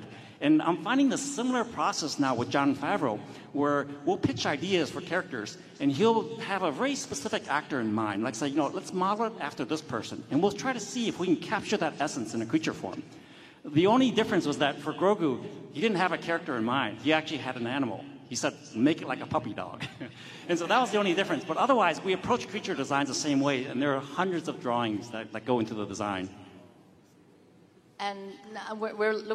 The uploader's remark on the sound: We bring the panel from Star Wars Celebration 2023